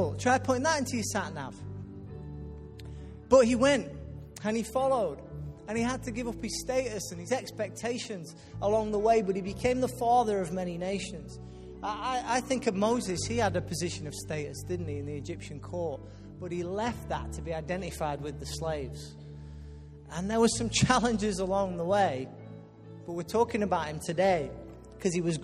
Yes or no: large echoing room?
yes